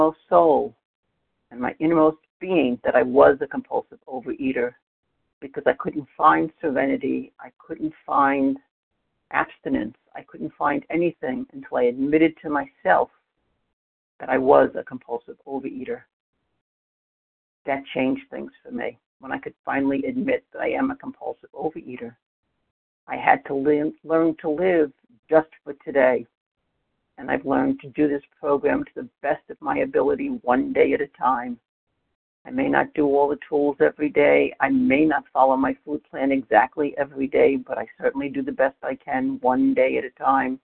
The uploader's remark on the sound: 100 Pounders Phone Meeting.